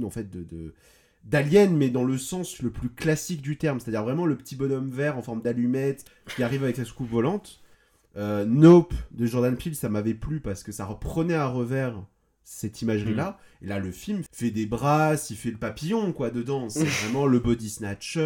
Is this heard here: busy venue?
no